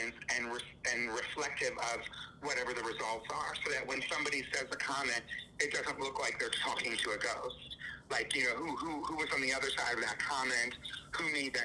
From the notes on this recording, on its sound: successfully phones in from Canada